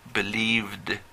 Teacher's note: No, pero el último sonido es believe, es la v, v, es voiced. Se mueve mi mano cuando digo v, entonces hago believed.